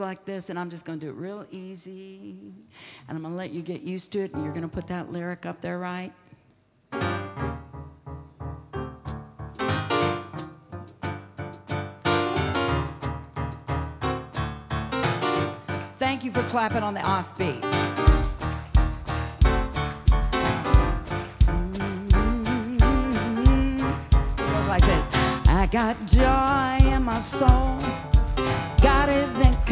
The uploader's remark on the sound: Preached at DCD Conference 2023, 6 Dec Evening Service